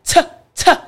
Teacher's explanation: In order to make the T sound, I want you to imagine in your mouth, your tongue, the tip of your tongue, it touches the roof of your mouth, but then you allow air to come out. Yes, if you put your hand in front of your mouth, you should be able to feel that.